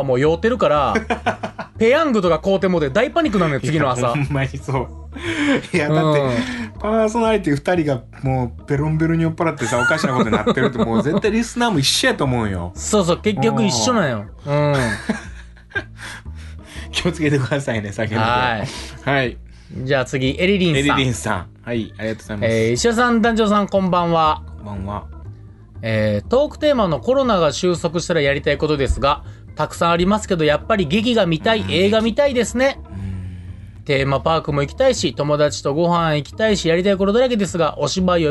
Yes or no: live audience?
no